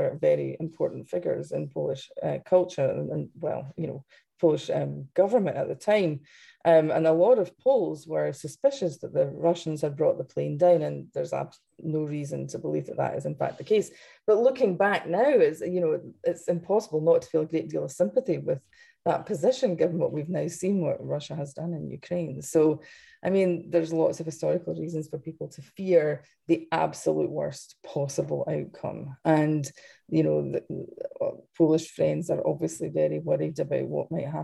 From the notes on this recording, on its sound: for an hour in a live webinar for paid subscribers